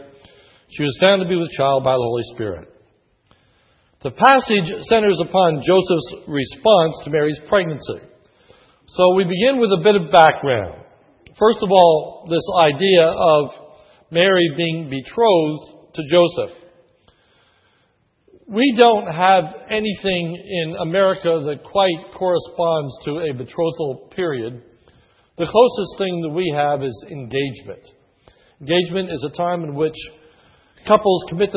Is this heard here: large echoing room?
yes